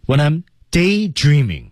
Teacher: 注意后面 When I'm 连读， When I'mdaydreaming， When I am 这有一处连读